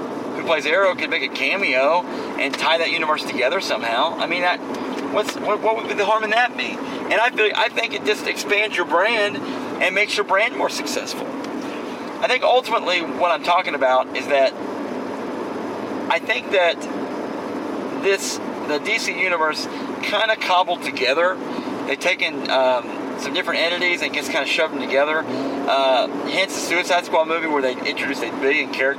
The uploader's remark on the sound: Live from Interstate 44 comes the Horrible Movie Podcast Tuesday edition.